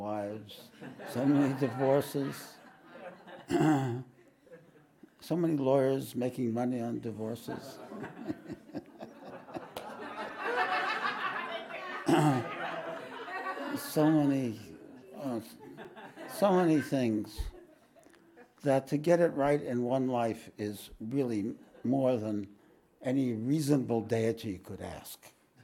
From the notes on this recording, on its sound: This podcast was recorded live at The Ashram in Mount Eliza on the 16th of December, 2023.